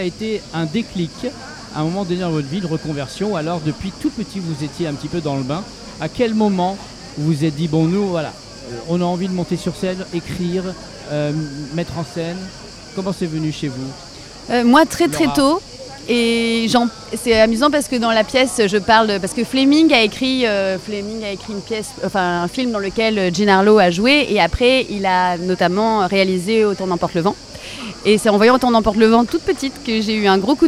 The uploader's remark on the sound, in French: En direct du Festival Off d'Avignon